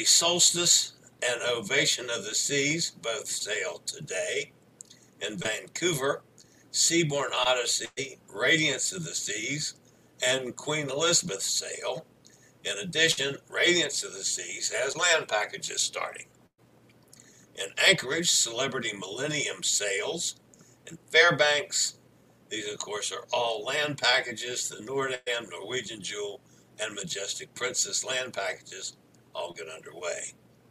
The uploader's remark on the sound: LIVE from Miami, Florida on board Freedom of the Seas.